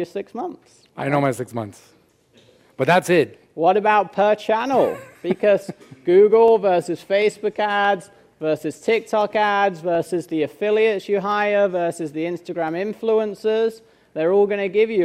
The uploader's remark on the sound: Joins us at our HQ in Largo, FL for a live workshop in this episode.